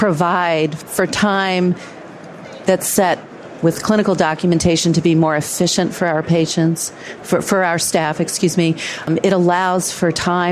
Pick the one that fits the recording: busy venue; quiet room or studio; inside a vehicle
busy venue